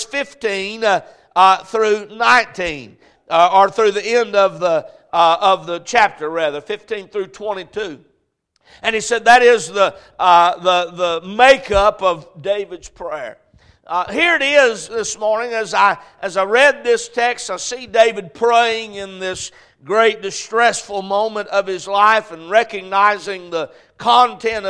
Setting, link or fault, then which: setting, large echoing room